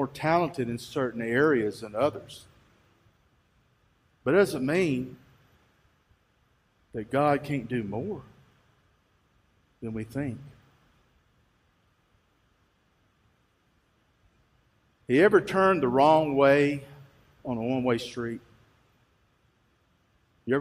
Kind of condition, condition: setting, large echoing room